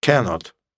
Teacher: Пишется вместе, произносится вместе. С ударением на первом слоге.